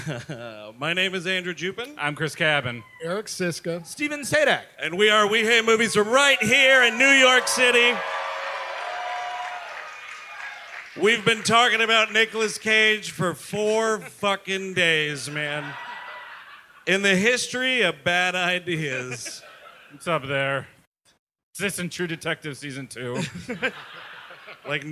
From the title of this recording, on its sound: Live at the Gramercy Theatre